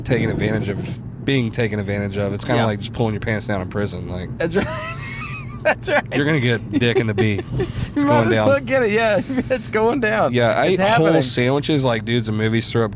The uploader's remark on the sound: record a podcast in his car, I do a short interview on the street